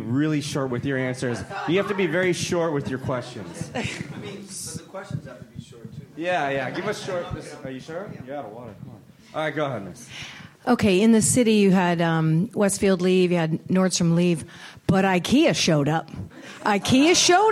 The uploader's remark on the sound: Audience Questions